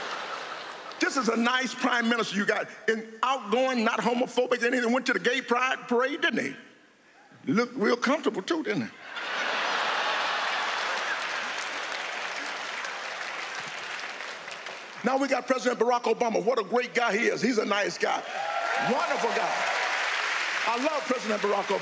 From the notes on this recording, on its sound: stand up from the Just For Laughs Festival in 2016